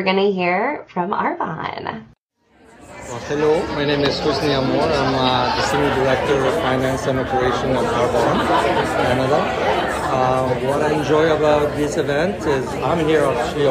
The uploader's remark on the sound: Hallway Conversations at DSA Canada - Live from Montreal. In between speeches and panels. Recorded quick conversations about their conference takeaways.